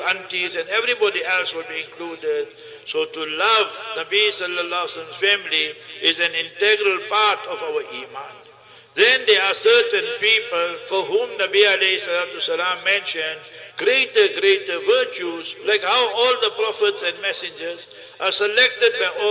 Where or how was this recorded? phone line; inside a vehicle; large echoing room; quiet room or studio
large echoing room